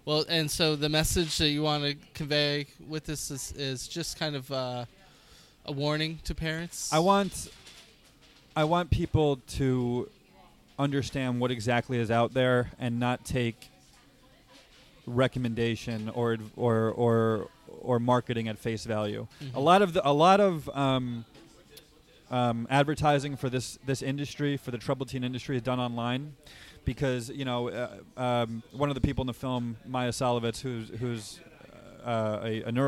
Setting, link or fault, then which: setting, busy venue